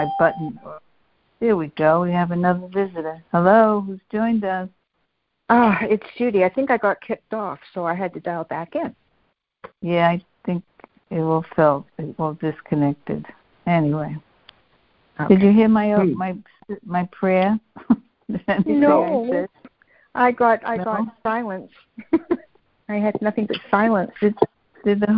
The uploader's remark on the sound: A Course in Miracles [ACIM] Students are joining together on a Free Conference Call to study A Course of Love [ACOL].